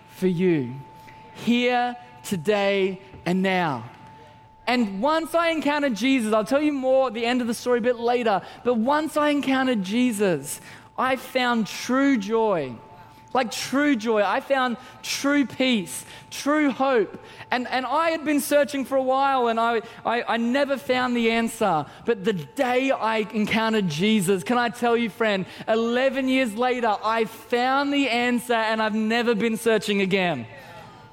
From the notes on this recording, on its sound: Christmas At C3 Powerhouse. Recorded during our 5pm service on Sunday, the 17th of December 2023.